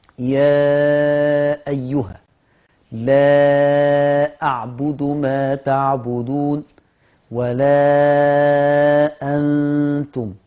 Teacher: طبعا هذه الآية ترتكز على المدود، كل ما فيها من مدود يا أيها، المد يتبعه الهمز، أي جاء بعد حرف المد همز، والمد الذي وقع بعده همز يمد بمقدار 4 حركات